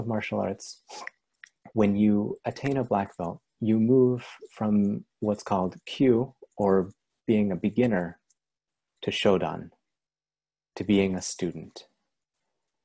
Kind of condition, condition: link, video call